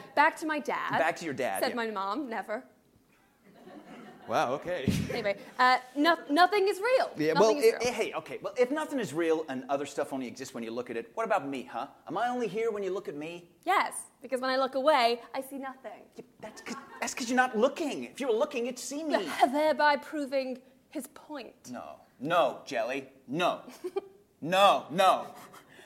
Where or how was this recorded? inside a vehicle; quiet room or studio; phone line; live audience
live audience